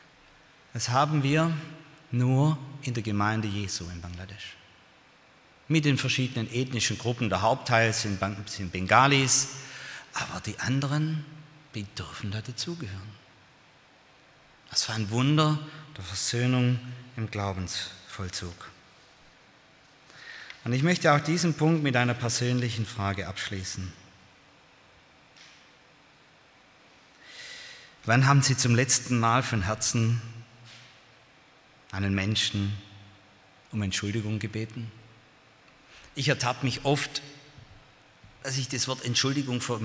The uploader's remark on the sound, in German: aus dem Gottesdienst der Liebenzeller Mission